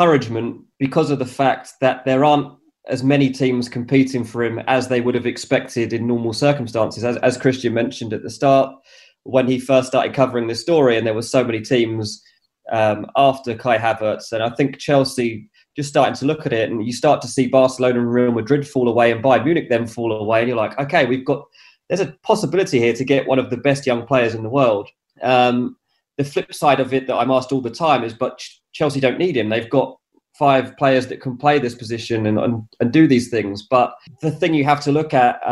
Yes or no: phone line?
no